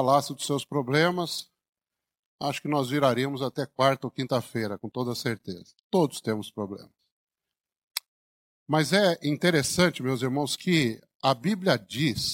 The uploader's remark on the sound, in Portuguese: Mensagem gravada na Igreja Batista Jardim Minesota em 06/06/2021